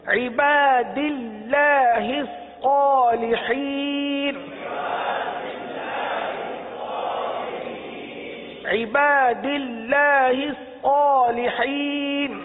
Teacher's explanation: اللہ کے نام کو موٹا نہیں پڑھیں گے، یہاں باریک پڑھیں گے · Term: لام باریک